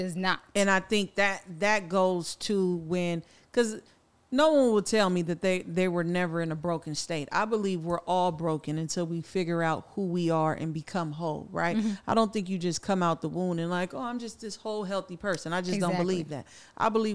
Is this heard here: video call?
no